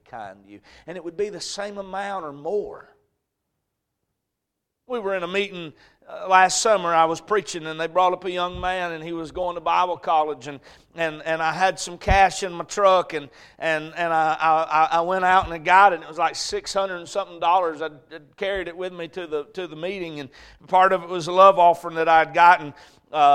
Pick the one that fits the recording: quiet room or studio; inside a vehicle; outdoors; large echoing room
large echoing room